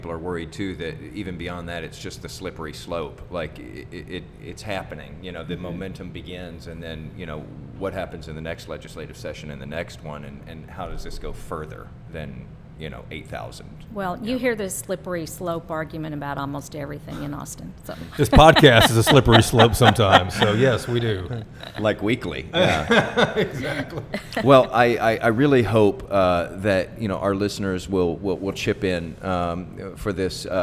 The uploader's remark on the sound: Recorded live at The Texas Ale Project in Dallas.